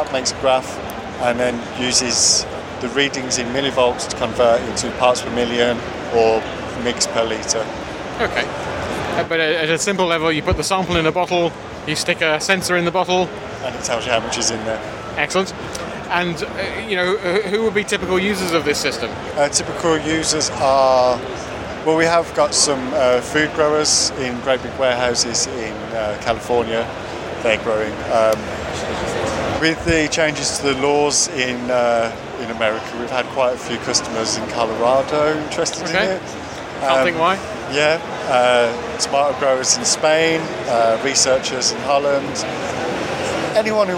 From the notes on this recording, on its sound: CleanGrow’s Nutrient Analyzer at Gadget Show Live. Tells me more about it at Gadget Show Live.